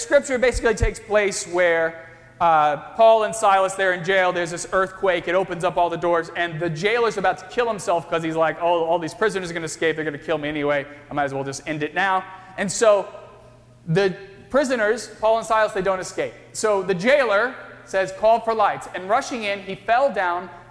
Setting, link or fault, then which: setting, large echoing room